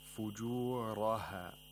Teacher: راء has to be pronounced with تفخيم، even though it's a letter of ترقيق، but it has to be pronounced with تفخيم because it has a فتحة.